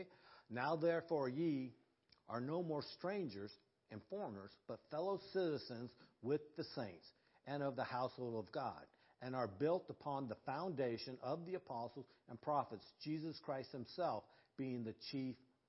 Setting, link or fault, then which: setting, large echoing room